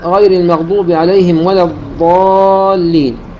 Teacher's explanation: الضاد طبعا جمعت بين الرخاوة والاستطالة، ولكن الاستطالة هم ربها استطالة صوت أو استطالة مخرج.